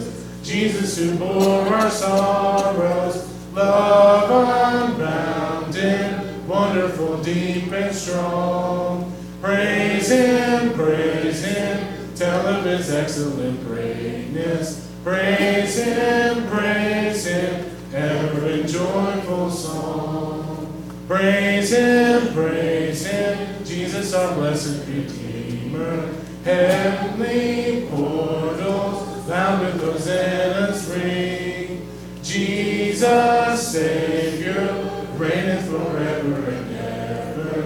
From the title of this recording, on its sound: LIVE Services at Sunshine